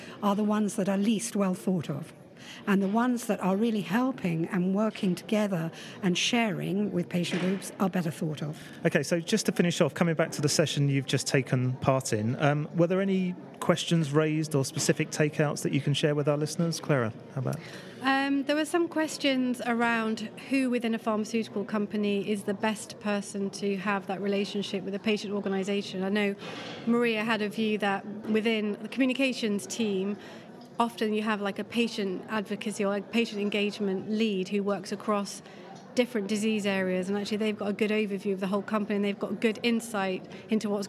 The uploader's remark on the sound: The second of two episodes recorded in partnership with PRWeek UK at their PharmaComms conference in London where we chatted with a number of speakers from the event.